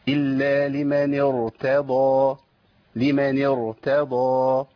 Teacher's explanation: الراء مفخمة والتاء مرققة